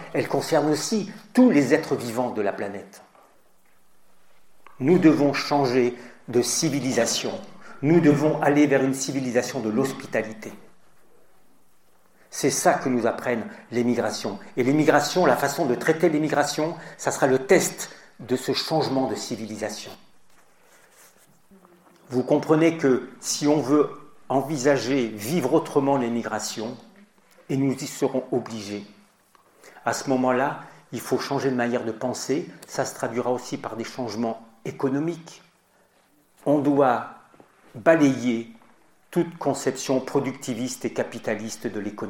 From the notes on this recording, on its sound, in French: Dans cette émission nous communiquons une conférence à l’occasion de la Journée de la Fraternité.